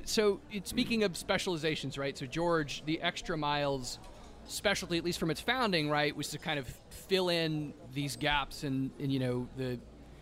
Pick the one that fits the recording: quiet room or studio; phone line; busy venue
busy venue